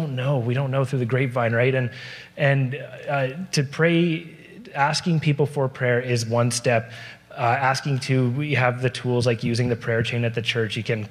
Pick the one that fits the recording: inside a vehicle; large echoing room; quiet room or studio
large echoing room